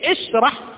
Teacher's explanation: وقلت اشرح لي صدري لا اقول اشرح لي صدري او لا، وانما اقول اشرح بكسر الهمزة